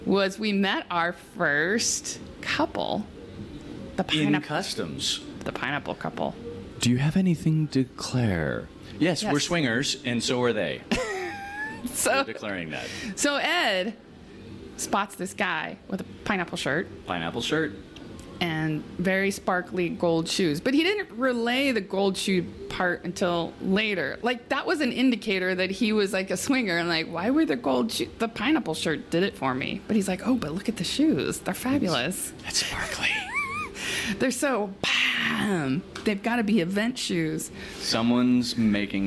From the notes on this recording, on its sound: Recording live from the event here in Costa Rica!